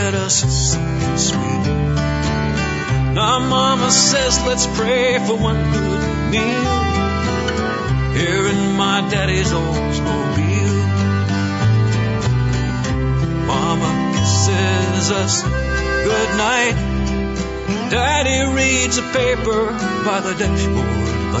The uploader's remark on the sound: live from Farr's Field at the Antique Car Show